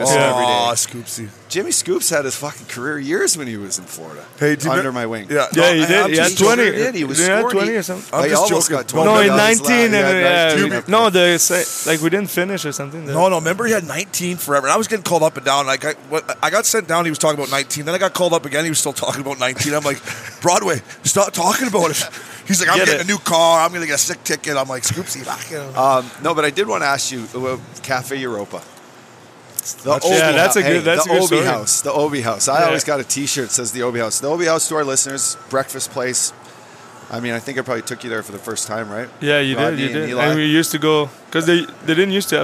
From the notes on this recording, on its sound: These interviews were recorded over All-Star Weekend on the Las Vegas Strip